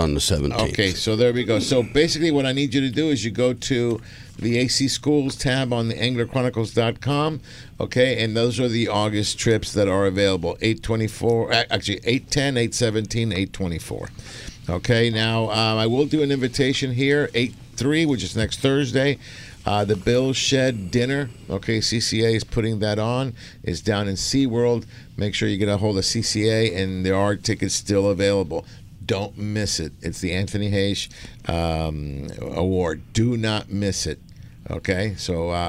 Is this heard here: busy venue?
yes